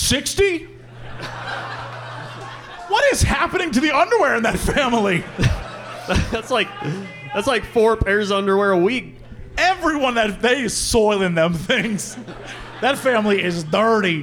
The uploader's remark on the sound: return to Chicago once again for a live show